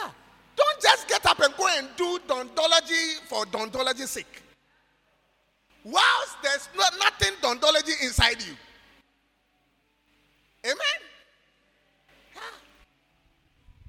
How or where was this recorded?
large echoing room